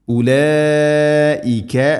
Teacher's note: മദ്ദിൻ്റെ അക്ഷരമായ അലിഫിന് ശേഷം ഹംസ അതേ പദത്തിലാണുള്ളത് 4, 5 ഹർക്കത്തിൻ്റെ ഖദറിൽ നിർബന്ധമായിട്ടും നീട്ടണം · Term: മദ് മുത്തസിൽ